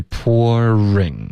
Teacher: ring 的 r 的音要嘟嘴，然后卷舌，不然它就融成一个音节了